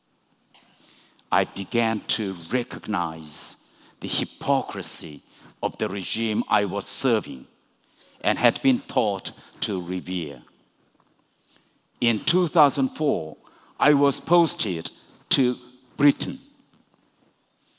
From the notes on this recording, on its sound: recorded at the 2019 Oslo Freedom Forum in New York